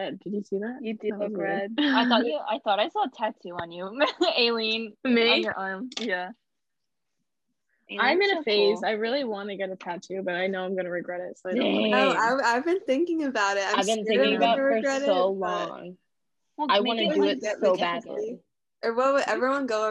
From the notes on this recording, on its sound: sorry about the bad audio, we're new at this and don't have the proper equipment yet